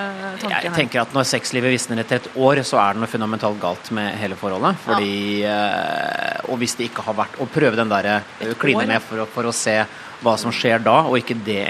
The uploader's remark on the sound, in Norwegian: Live fra P3-aksjonen. I Spikersuppa i Oslo.